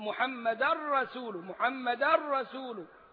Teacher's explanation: ومحمدا منونة وجاية بعدها الراء فيها إدغام كامل زي اللام